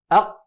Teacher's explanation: لكن لو قلنا أق، جربوا أق، واقفلوا المخرج وخليك ماسك المخرج أق، فتجد بأنك قد أقفلت المخرج والهواء يريد أن يمر والصوت يريد أن يستمر، ولكنك أقفلت عليه المخرج، فأدى ذلك إلى إزعاج وضيق.